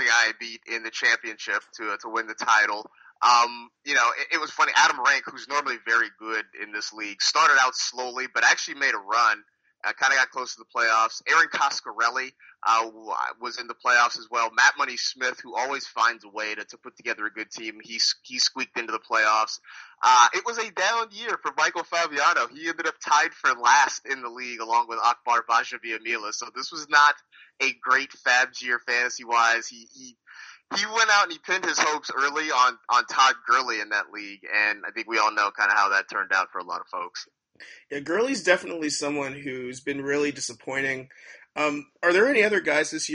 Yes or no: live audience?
no